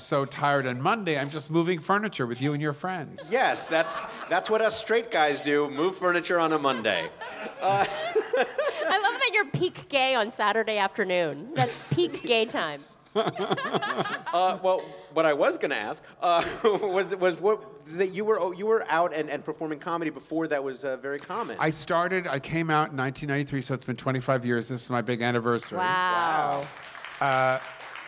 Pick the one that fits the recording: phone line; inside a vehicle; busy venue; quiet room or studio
busy venue